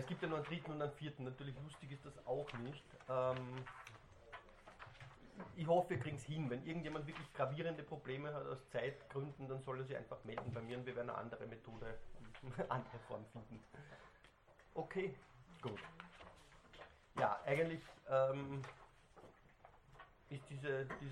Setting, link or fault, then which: setting, large echoing room